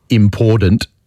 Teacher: Turning a medial T into a D is not uncommon